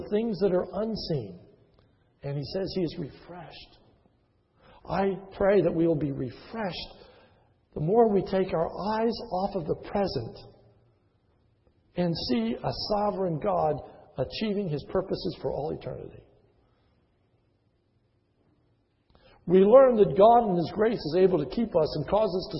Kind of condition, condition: setting, large echoing room